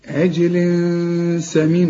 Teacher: ما تنساش الغنة دي أبدا، تنوين وبعد سين، والسين من حروف الإخفاء